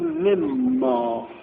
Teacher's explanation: یه تو نون ساکنه به میمه یه وقت یه علمانون بسیم اون خونده یا نه لابد در جاد شاید فرصتشه یه درست تحت تجربه لازم هست گفته بشه نون ساکن و تنظیم به یکی از شیش حرف یه علمانون که برسه ادغام میشه نون در میم ادغام میشه